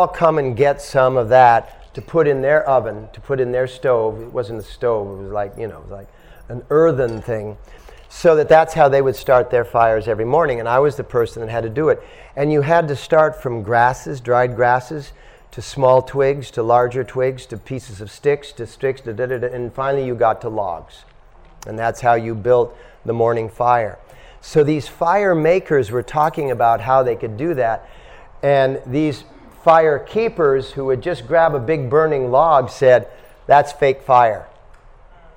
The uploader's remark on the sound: At The Dharma Temple – Vancouver | Lecture 1